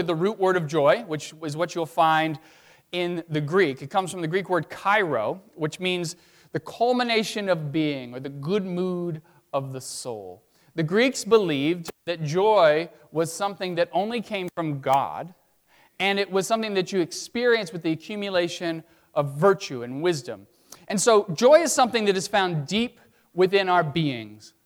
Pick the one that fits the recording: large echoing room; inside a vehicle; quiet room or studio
large echoing room